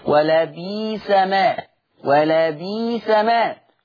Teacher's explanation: يبدل الهمز الساكن ياء · Term: إبدال الهمز الساكن